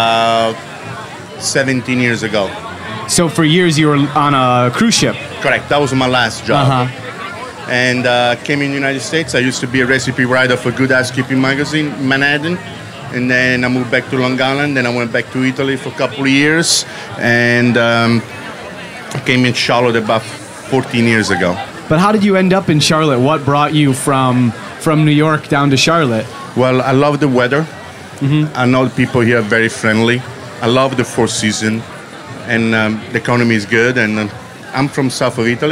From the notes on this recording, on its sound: Our final interview at the Springer Mountain Farms campfire at Charleston Wine + Food 2018